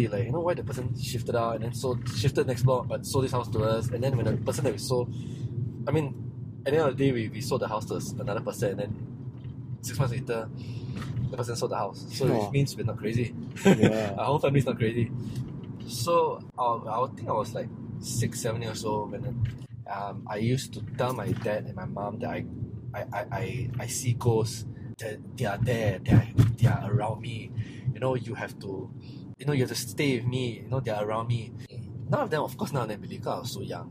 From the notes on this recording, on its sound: This recording was done in his car while we were driving around.